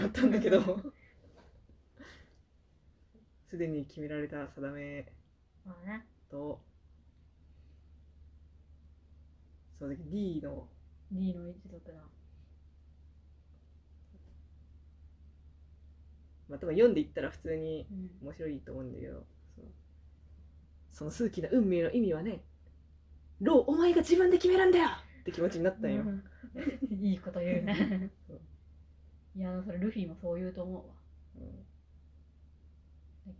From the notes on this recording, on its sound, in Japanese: 音質がかなり悪いです。